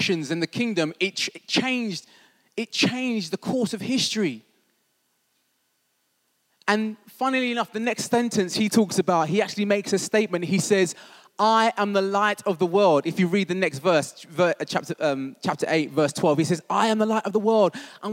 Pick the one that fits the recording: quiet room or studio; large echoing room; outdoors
large echoing room